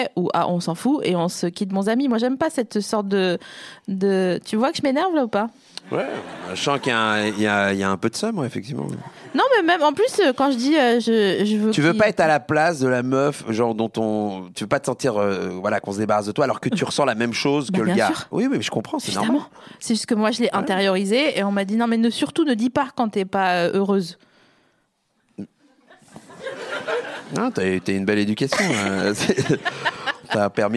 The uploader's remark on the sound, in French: Cet épisode a été enregistré le 09 mars 2019 à La Nouvelle Seine (3 Quai de Montebello, Paris 5e).